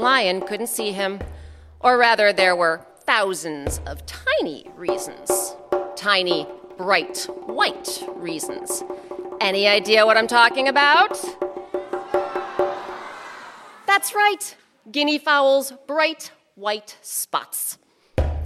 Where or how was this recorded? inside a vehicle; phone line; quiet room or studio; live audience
live audience